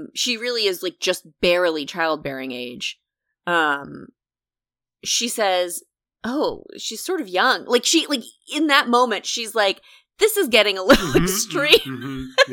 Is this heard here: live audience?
no